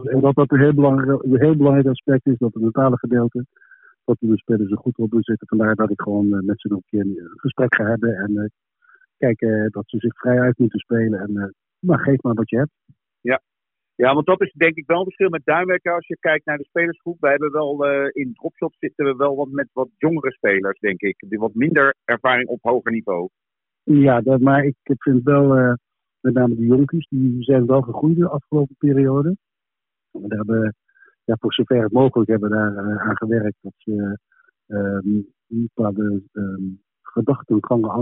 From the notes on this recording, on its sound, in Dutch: Voorafgaand aan de halve finale hebben we een telefonisch interview gehad.